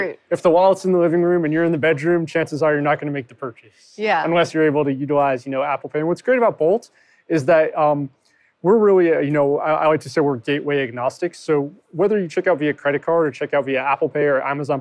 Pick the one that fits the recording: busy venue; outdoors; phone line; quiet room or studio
busy venue